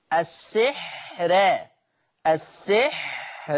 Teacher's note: قرأ ورش بترقيق الراء وصلا في لفظ السحر الآية 102. أما وقفا فهي مرققة للجميع، لجميع القراء، السحر السحر، فهي مرققة للجميع.